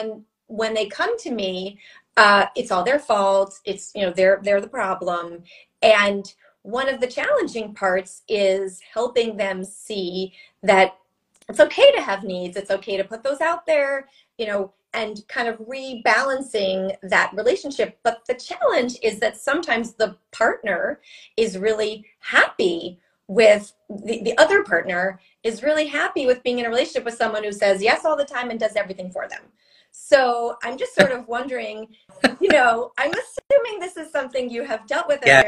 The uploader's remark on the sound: Instagram Live which we recorded for this episode